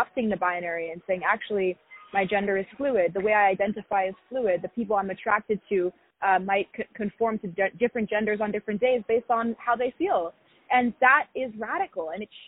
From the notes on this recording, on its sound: On the phone